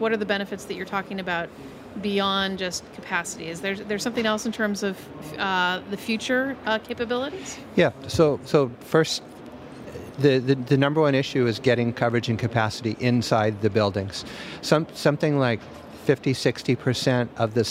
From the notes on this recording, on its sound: Live from MWC. In this archive of a livecast.